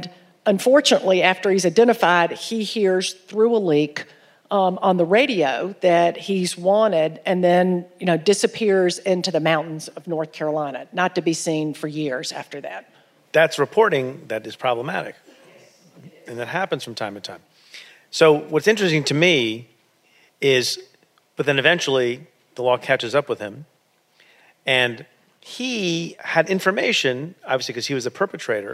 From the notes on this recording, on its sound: Live from the Buckhead Theatre in Atlanta, Georgia.